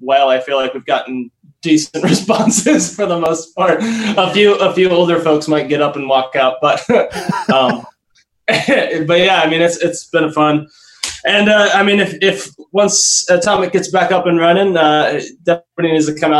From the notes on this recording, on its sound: Joined me via Zoom.